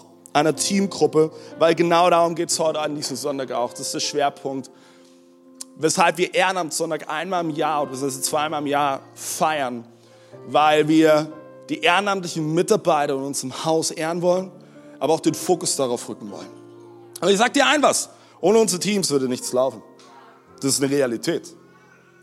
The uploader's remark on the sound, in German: Audiomitschnitt der Predigt vom 16.04.23.